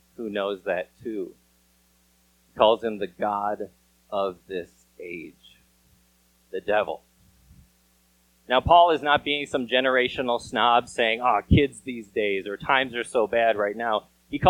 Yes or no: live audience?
no